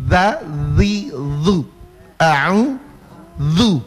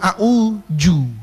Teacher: Zu itu ujung lidah sini menyentuh langit-langit apa menyentuh? Menyentuh belakang gigi seri atas. · Shown in: first take